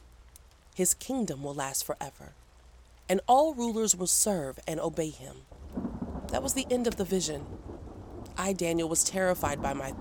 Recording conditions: sounds in the background